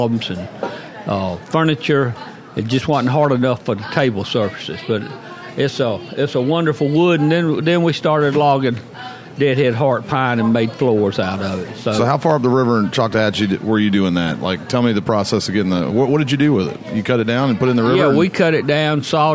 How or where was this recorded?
busy venue